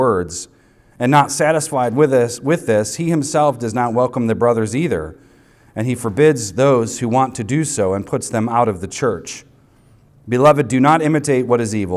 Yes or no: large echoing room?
yes